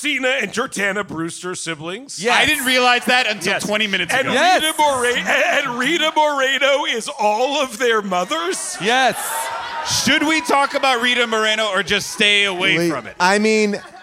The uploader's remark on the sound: An audience member's name shocks everyone. LIVE from Largo in LA.